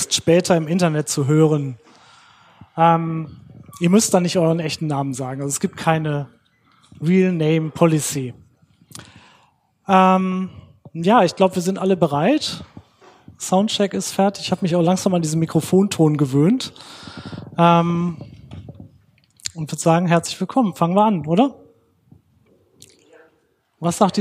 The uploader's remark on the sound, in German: Diese Folge wurde live vor Publikum im Hutmacher in der Utopiastadt aufgenommen.